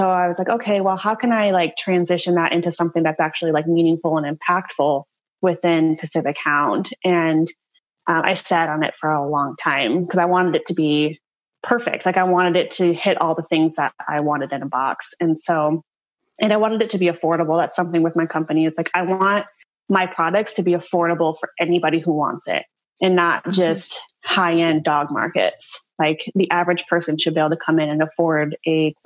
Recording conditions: video call